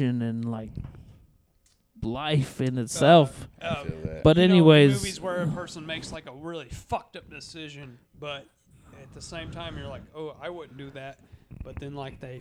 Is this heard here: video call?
no